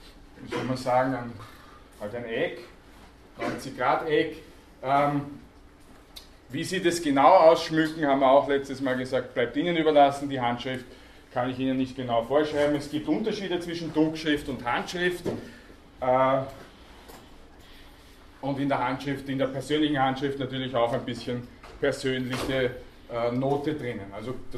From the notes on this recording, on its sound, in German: Grundlagenvorlesung. Diese Vorlesung wurde von Studierenden der Uni Wien aufgenommen.